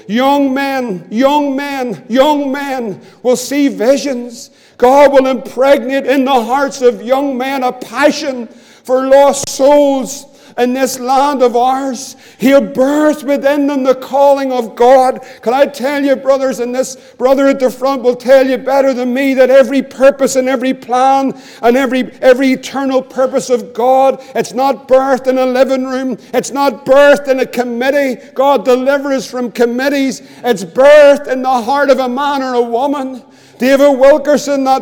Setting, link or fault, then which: setting, large echoing room